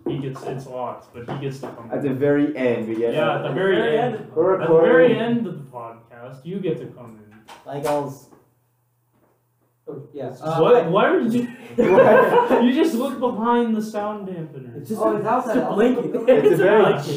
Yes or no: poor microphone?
yes